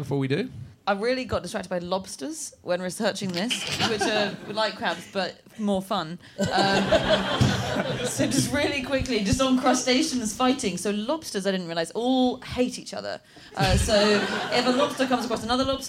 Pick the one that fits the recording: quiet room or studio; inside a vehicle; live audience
live audience